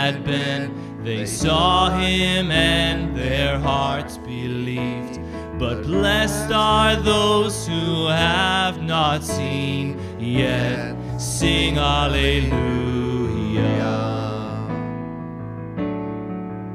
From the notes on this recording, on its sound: This is the audio from the entire service.